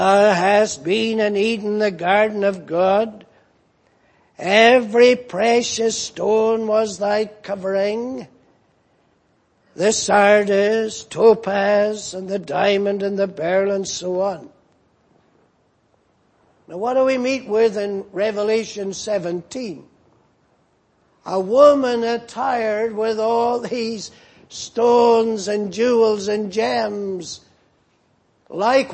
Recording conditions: large echoing room